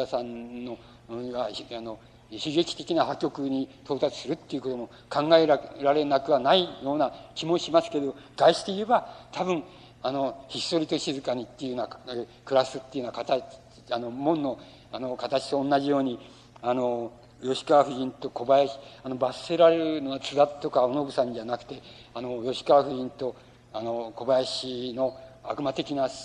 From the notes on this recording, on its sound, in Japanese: 音質：５。主催：日本近代文学館 後援・読売新聞社 場所：有楽町・よみうりホール。近代文学館・夏の文学教室 として行われた講演。音源は主催者提供。ライン録音。